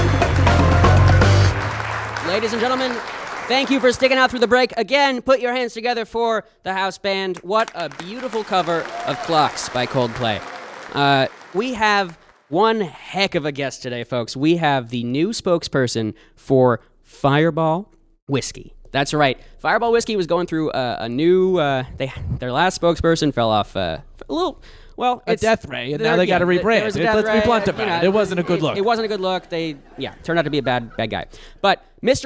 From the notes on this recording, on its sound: Recorded at Improv Asylum in Boston Massachusetts.